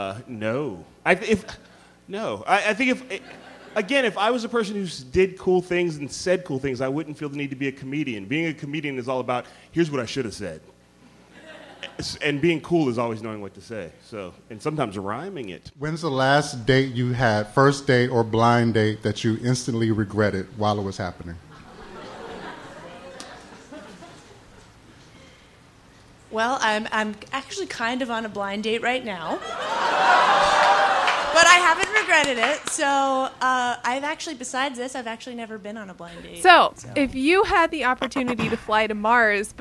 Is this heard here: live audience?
yes